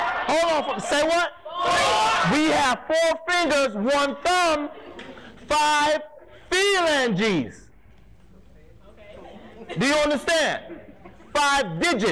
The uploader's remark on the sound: talks to an audience of Educators, Students, parents and administrators